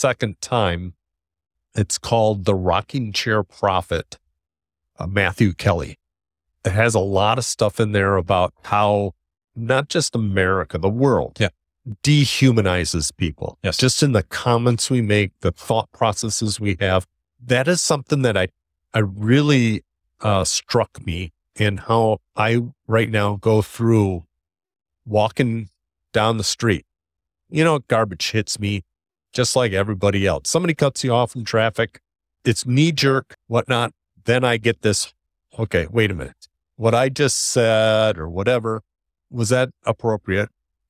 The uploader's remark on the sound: Recorded Live at AAPEX 2023.